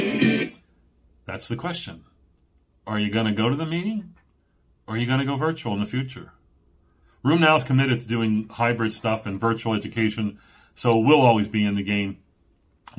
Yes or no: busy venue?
no